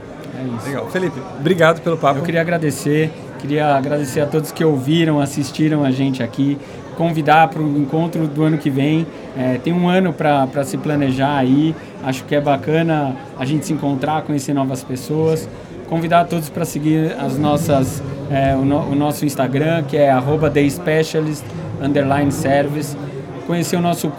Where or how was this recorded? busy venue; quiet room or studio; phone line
busy venue